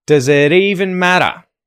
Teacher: It was a T flap, right? You've got a vowel on either side of the T, so we use the T flap instead of a hard T.